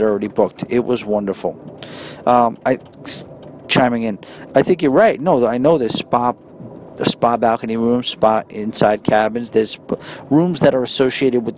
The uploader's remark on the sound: records a quick episode from the train